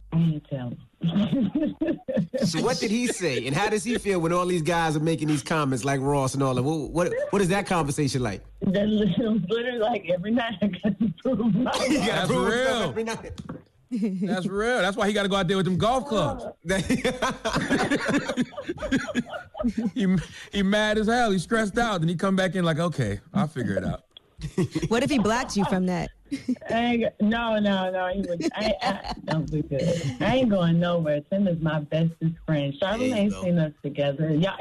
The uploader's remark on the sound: opened up the phone lines